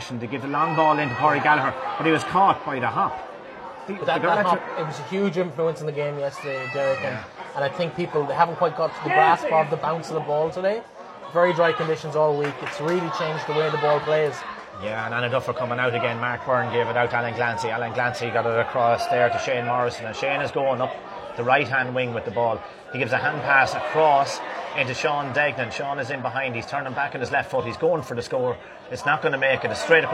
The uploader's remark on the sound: Live first half commentary from Avantmoney Pairc Sean MacDiarmada